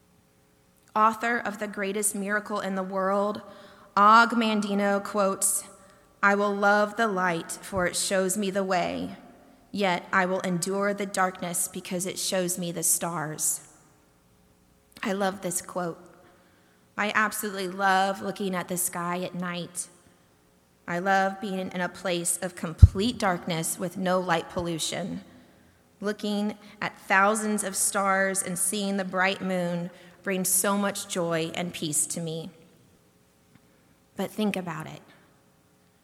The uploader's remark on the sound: delivered during the Longest Night Service on December 21, 2023